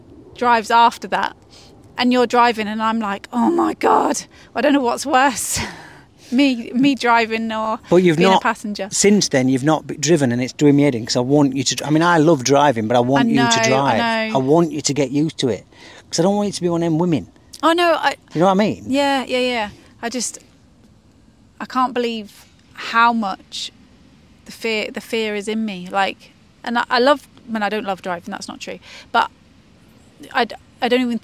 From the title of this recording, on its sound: Live from Hyde Park